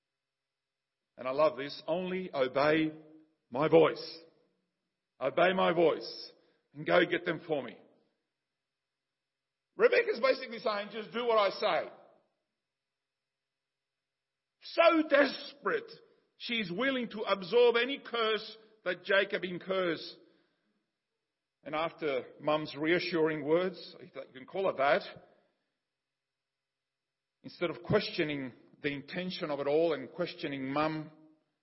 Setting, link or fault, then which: setting, large echoing room